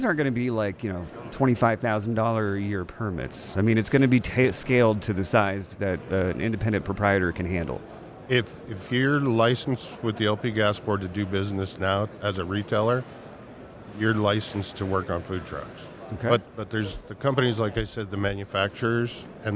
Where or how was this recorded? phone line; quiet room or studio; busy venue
busy venue